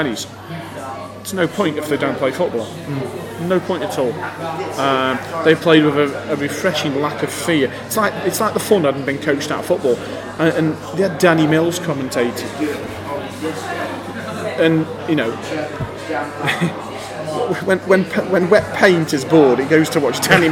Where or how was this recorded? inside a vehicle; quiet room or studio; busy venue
busy venue